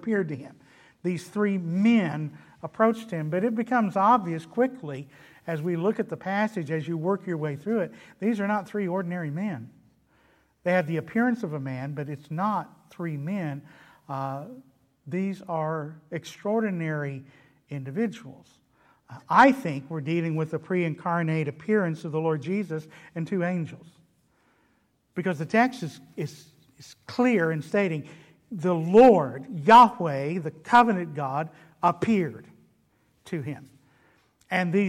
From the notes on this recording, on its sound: delivered at Trinity Baptist Church on Wednesday evening, June 2, 2021.